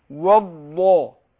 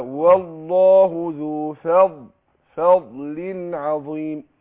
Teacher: هنا عندنا اللام بتاعت لفظ الجلاله مشدده